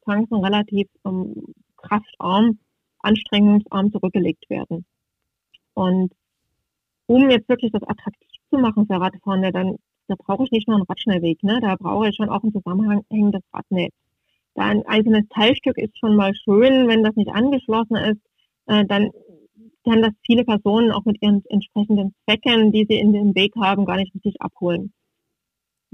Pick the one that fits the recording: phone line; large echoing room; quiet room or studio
phone line